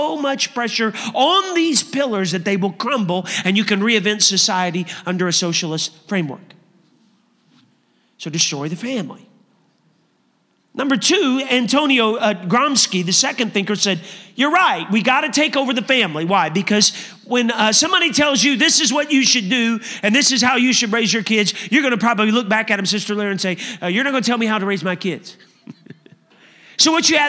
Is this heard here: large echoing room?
yes